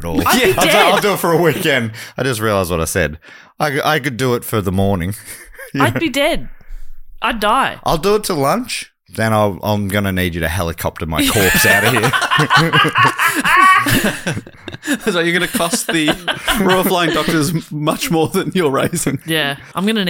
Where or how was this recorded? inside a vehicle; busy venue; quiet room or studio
quiet room or studio